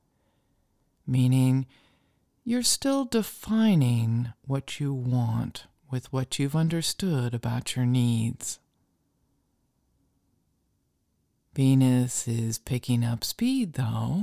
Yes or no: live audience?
no